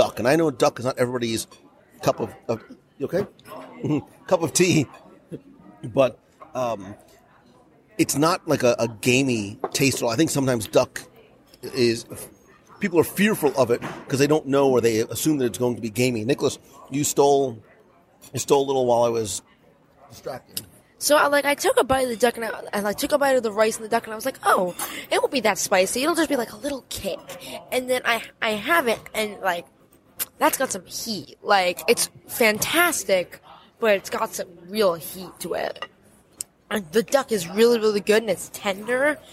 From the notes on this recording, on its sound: Kona Cafe Lunch Live Dining Review. This week, I invite you to pull up a chair for a live dining review as we sample a lot of a lot of the lunch offerings.